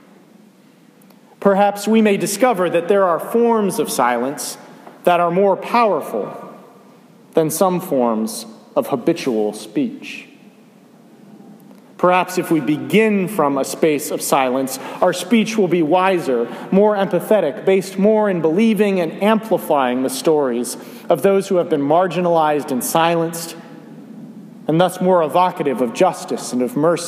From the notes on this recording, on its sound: A sermon for the 1st Sunday of Advent. I was honored to be invited to preach at Dumbarton United Methodist Church here in Georgetown for the 1st Sunday of Advent.